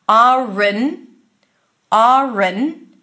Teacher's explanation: the N comes right after the schwa sound